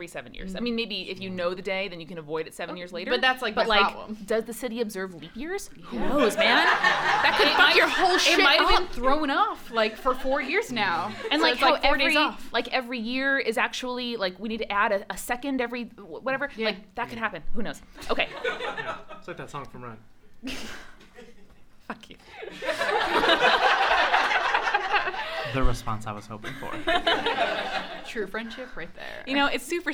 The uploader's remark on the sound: LIVE from ListenUp Festival 2019. This episode is coming at you straight from our live show at the Listen Up Festival in Portland, OR. To a sold-out audience in the basement bar of the Hoxton hotel.